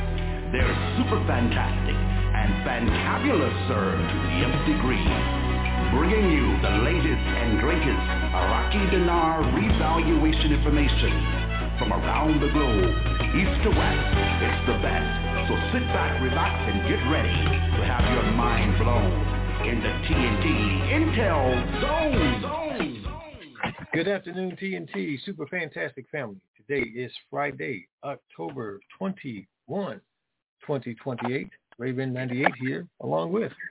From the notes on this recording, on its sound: TNTSuperfantastic Conference Call